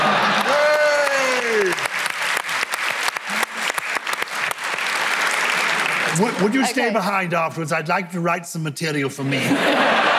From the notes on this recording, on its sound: Recorded live at Chichester Festival Theatre. It’s the second instalment from our live show at the Chichester Festival Theatre. The 1000 strong crowd at Chichester. Questions from the live audience.